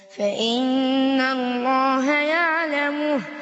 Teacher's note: النون مشددة بنديها قلنا حركتين